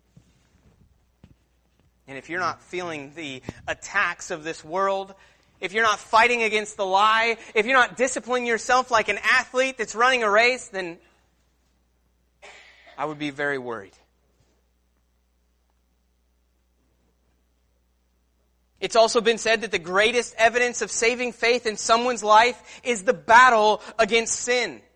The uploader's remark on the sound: Sermon Preached at Christian Fellowship Church Peru, In on Sunday, November 3rd